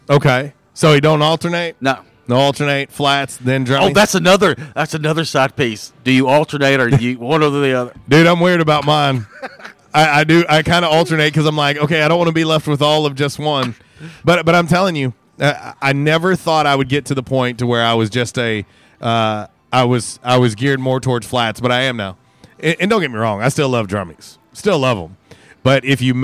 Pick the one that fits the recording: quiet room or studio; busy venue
busy venue